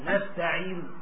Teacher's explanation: نأخذ جزء من الضمة حال الوقف · Term: الروم